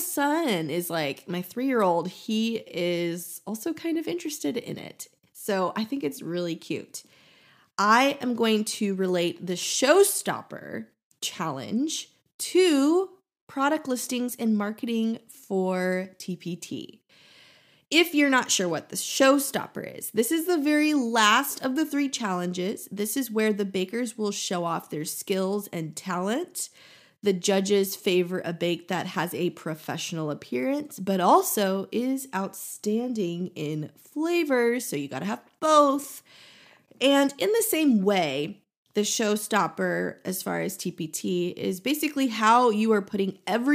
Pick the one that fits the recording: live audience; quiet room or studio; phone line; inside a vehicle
quiet room or studio